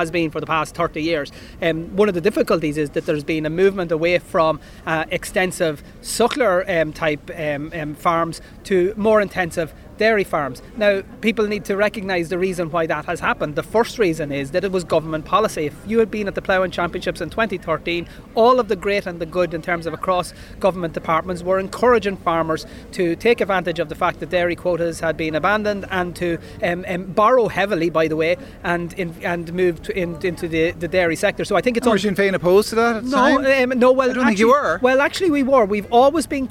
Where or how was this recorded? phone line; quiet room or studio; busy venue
busy venue